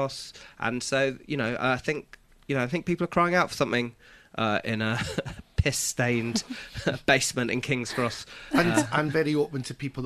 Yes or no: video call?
no